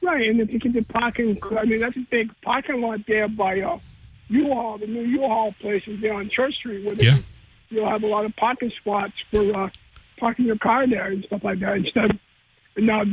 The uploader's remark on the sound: takes calls from the audience